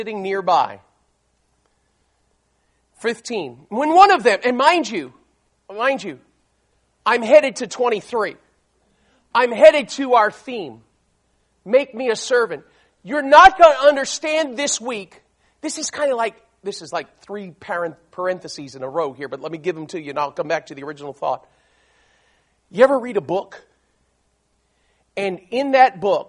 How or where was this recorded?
large echoing room